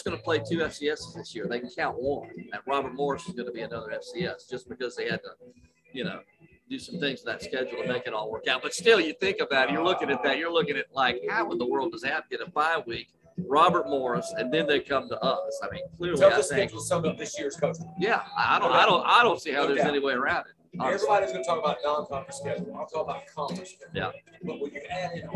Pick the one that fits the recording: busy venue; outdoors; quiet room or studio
busy venue